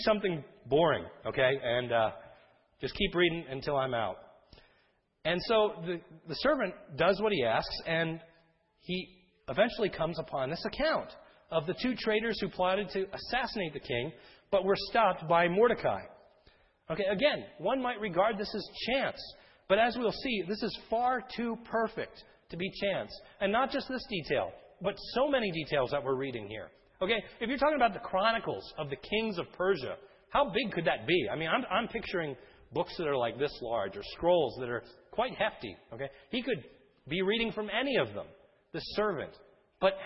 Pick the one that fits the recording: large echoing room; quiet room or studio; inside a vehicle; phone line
large echoing room